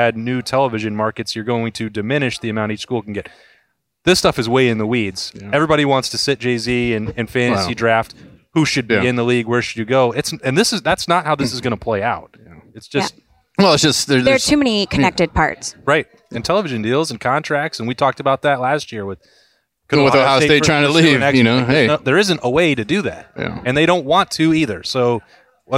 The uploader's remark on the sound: As always, Lettermen Live is hosted by Roosters on Olentangy River Road in Columbus.